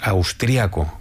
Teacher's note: En España normalmente decimos austriaco, con el acento prosódico en la segunda a